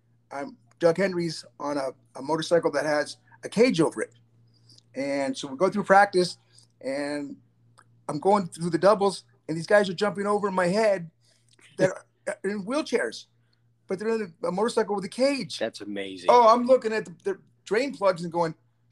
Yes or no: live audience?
no